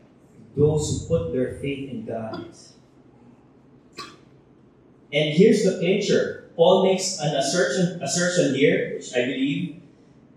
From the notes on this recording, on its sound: Technical issues have affected audio quality.